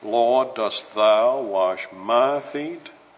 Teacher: there's a great deal of stress on these pronouns, and one can only, in English, indicate it by rising intonation of the voice